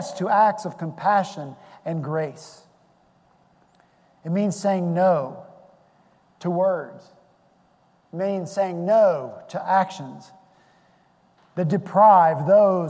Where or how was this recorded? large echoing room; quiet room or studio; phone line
large echoing room